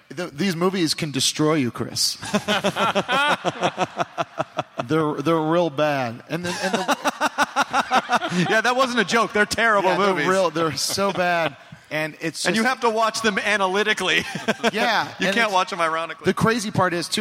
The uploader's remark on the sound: they take quemments from the audience!